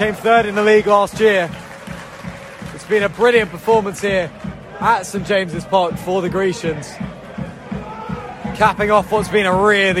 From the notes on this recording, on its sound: XpressionFM Sport once again return to St James Park. Live commentary of Exeter City's game against MK Dons.